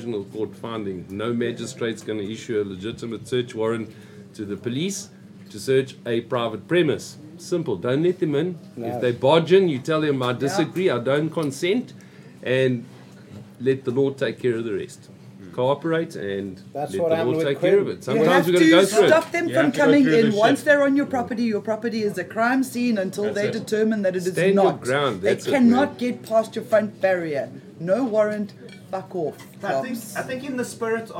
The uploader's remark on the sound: Tonight's show will be a live broadcast from the Bohemian Beach Bumz 420 friendly cafe and restaurant in Florida Rd, Durban. Join the live stream, or join us at the venue and be part the audience.